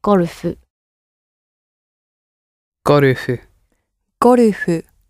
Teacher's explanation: the word for golf in Japanese is taken directly from English, but adding vowel sounds where we have the sort of harder sounds all together. So the word for golf becomes gorufu.